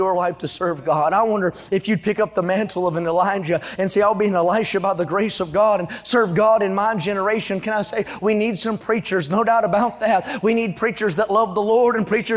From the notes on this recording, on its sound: during the Tuesday Morning service of the 40th Annual National Youth Conference in Santa Clara, California.